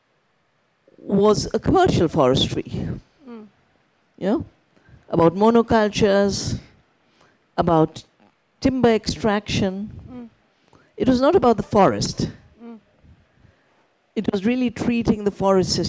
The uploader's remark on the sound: For our upcoming 2023 Festival live-recorded highlight sessions.